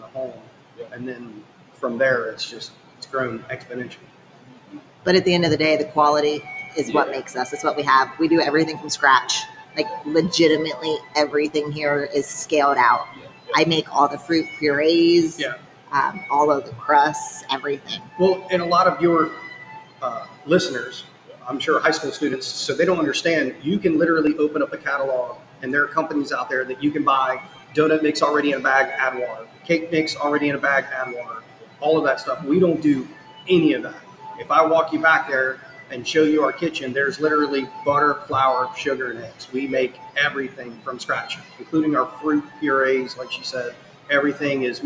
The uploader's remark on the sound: travel on-site to Holston's Baking Co.